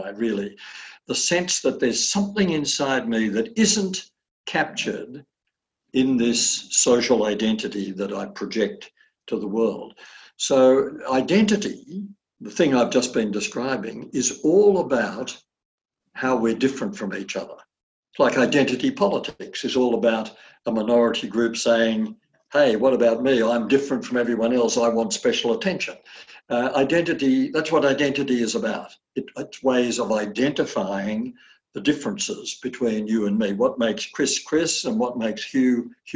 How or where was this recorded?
video call